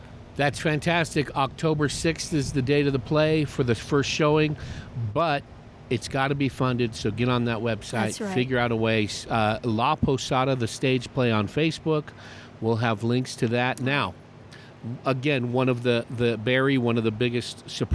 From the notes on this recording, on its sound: Today’s show was recorded at Torme , in Prescott, AZ. Today’s show was recorded at Torme , in Prescott, AZ.